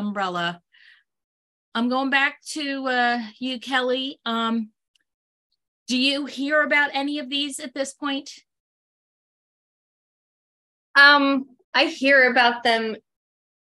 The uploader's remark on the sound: This Pocket Cast is the audio version of a webinar called An Introduction to Dysgraphia. It is uncut.